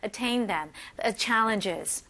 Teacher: 한국 분들은 끝에 가서 attain them 이렇게 올라가요. Intonation falls.